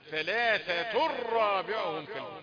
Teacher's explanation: التنوين هيضغم في الراء المشددة، ثلاثة رابعهم كلبهم، يبقى ده بيسميه إضغام بغير غنة.